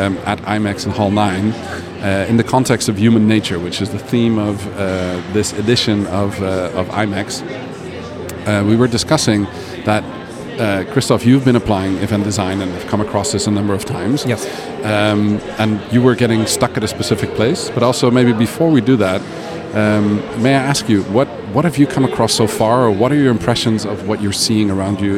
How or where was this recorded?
busy venue